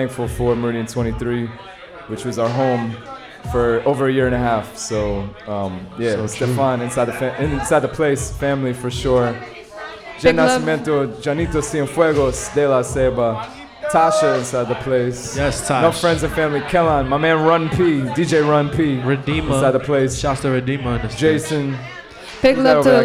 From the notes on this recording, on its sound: Originally broadcast live on June 6, 2016 from the storefront of The Late Late bar on Houston Street in New York City. Our relaunch from downtown.